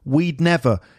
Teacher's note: It's harder to hear the d there in the had.